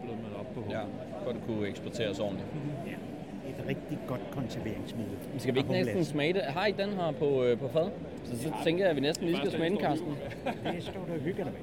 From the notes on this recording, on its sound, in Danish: Festivalen foregår i Forum i København og de to ølnørder snakker med flere danske bryggerier